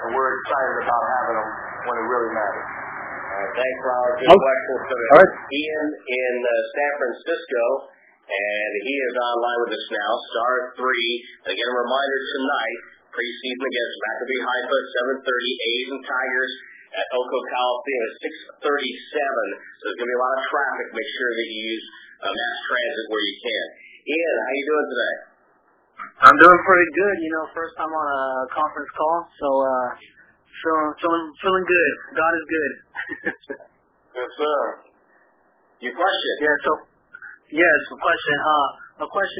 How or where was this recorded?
phone line